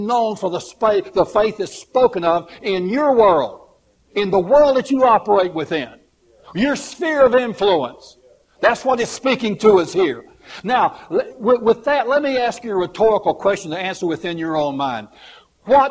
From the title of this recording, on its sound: live service